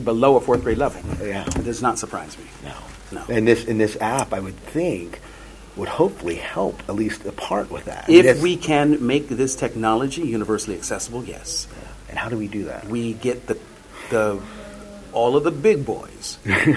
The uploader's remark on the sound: at Shore Leave 34